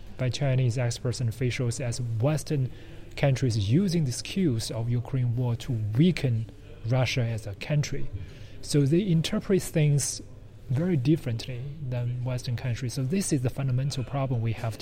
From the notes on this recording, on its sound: The podcast was recorded during the 4th in the series of Open World Conferences organized by the University of Copenhagen.